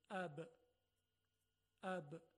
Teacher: خب خیلی روشنه که لبها هست. وقتی لبها منطبق میشه و برخورد میکنه، حرف ب به وجود میاد. پس مخرج حرف با لبها هست.